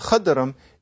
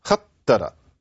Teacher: Then in Gieto, instead of khaddaram, it's khattara. And so we've lost the M at the end, and the D has become a T · Shown in: second take